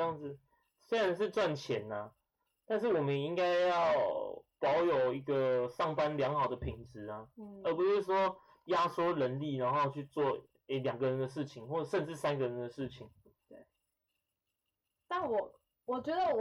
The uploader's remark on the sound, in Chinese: 跟第一集的收音差很多。